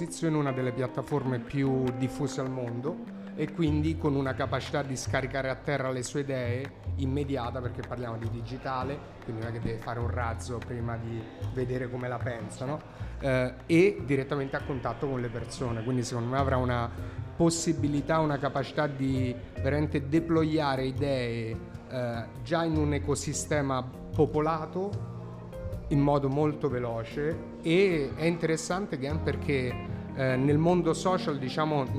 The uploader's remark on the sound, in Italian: In diretta dal Plan B Forum a Lugano